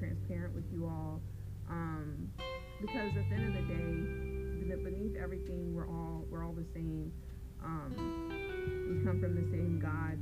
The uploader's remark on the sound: Please forgive me for the audio I was recording sitting cross cross applesauce with my phone on the ground.